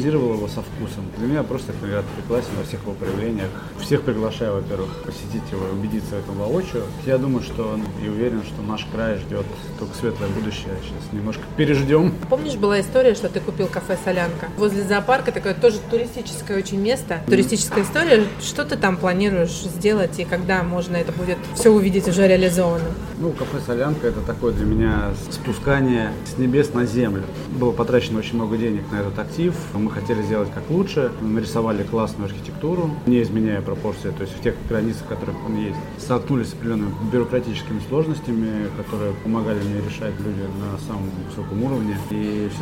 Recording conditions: busy venue